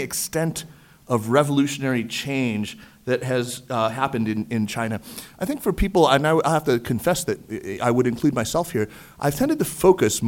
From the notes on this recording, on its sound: a live show taped on November 11 at the fourth annual NEXTChina Conference at the China Institute in New York